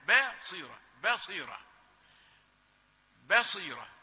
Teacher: باء رقيقة والصاد مفخمة في اخر درجات التفخيم